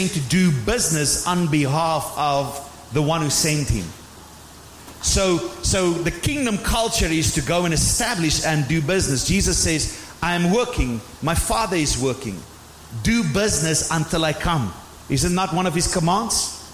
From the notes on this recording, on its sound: Sunday morning service 11 February 2024. Proton Believers - Sunday morning service.